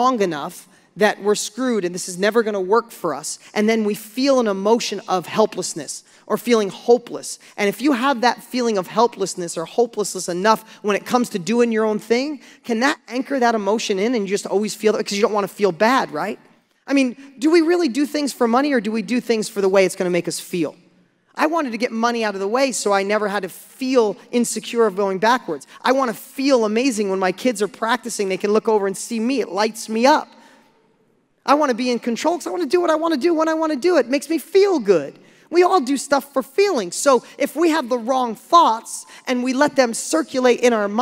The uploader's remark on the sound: Listen to this lesson I gave on stage a few years back